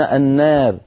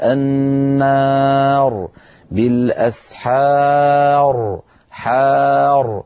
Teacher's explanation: راء ساكنة قبلها ساكن قبله مفتوح، فالراء فيها مفخمة · Shown in: second take